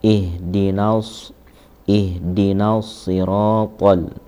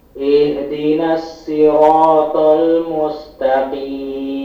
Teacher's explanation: Huruf sodnya kurang naik sedikit, kurang isti'la.